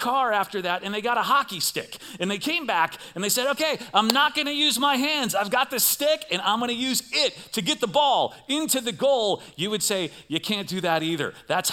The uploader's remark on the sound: Recorded live at CrossWinds Church on October 22nd , 2023.